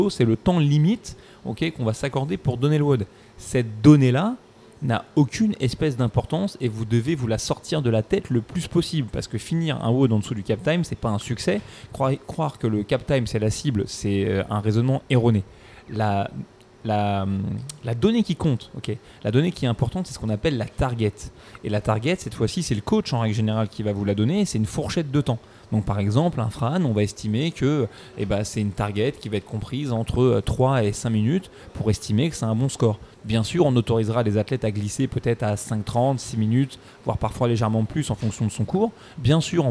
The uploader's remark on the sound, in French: EN direct de CrossFit Louvre III à Paris